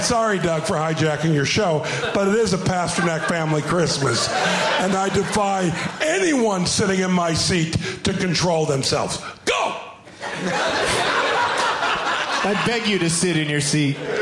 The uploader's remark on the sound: Live from the Traverse City Film Festival